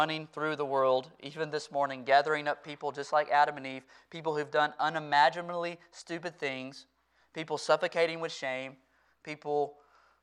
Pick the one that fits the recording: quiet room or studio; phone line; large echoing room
large echoing room